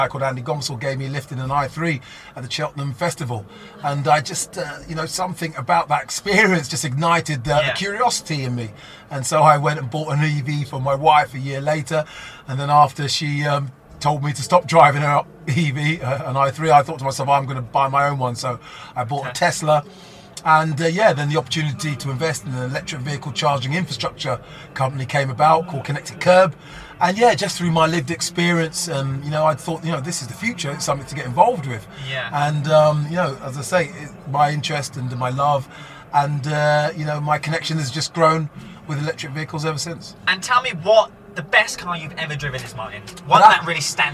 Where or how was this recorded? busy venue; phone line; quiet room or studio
busy venue